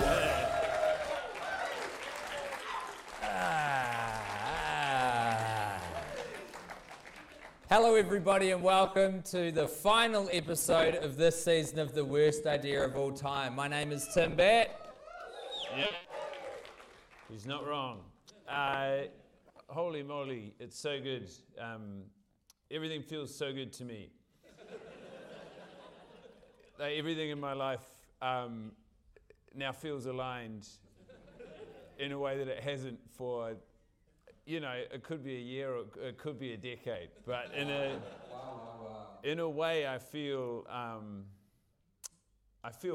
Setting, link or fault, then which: setting, live audience